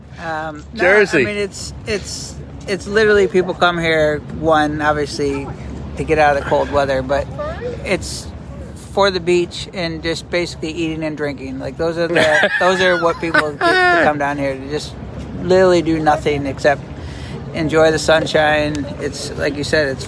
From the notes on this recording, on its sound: Live at Naples Pier. Podfest at the Naples Pier in Old Naples, Florida.